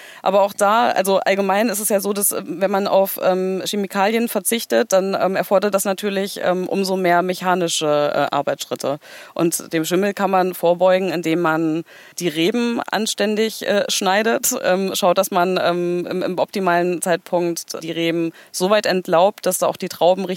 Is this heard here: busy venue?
yes